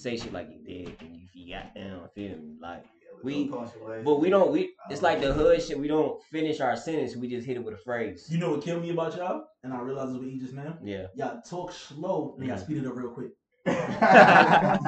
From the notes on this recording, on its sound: When life gives you Mary Jane, you forget to turn the mics on.